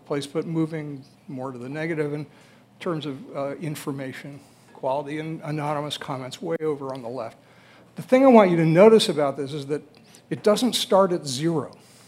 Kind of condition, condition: setting, busy venue